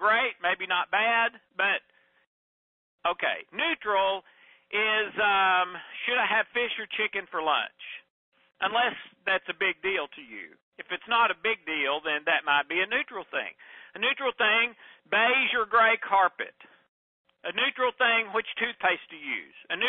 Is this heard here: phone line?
yes